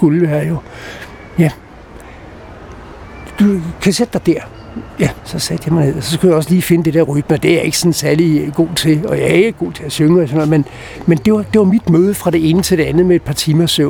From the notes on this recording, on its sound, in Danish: Optaget på Nimb Bar, Tivoli, København.